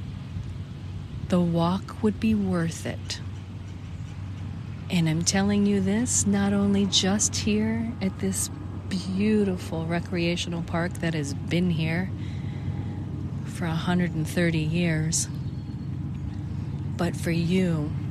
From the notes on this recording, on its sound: LIVE from Edgewater Beach Park, Cleveland, Ohio. This is a special on location Walk and Talk of our Mindfulness Summer Tour 2022.